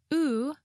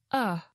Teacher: The vowel sound in to, oo, gets reduced to another vowel sound, schwa, uh. · Shown in: second take